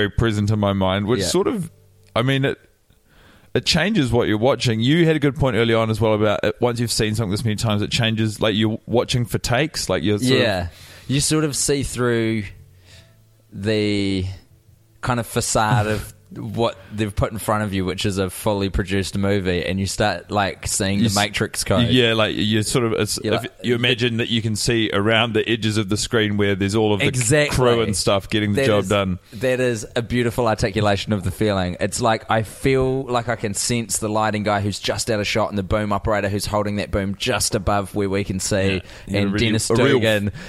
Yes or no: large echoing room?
no